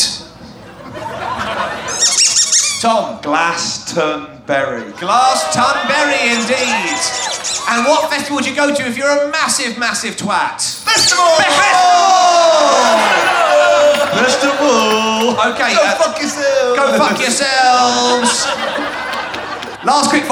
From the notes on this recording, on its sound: At Green Man festival for a fun episode recorded in a massive comedy tent at 1am on a Sunday morning!